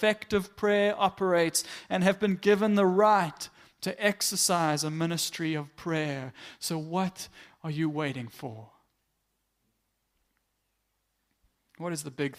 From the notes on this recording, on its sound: Morning Worship Service - 18 September 2022